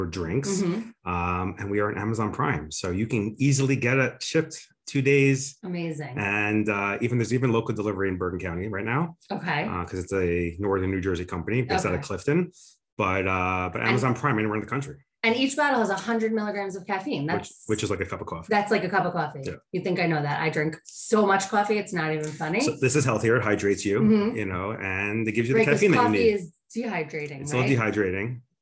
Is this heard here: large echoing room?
no